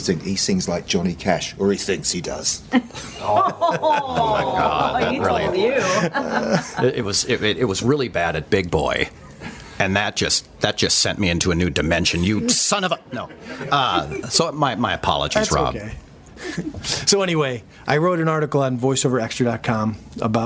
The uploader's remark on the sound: LIVE from Faffcon 5 in Charlotte, NC. Record LIVE with the entire Voice Over Cafe staff from Faffcon 5: The Voiceover Unconference in Charlotte, NC!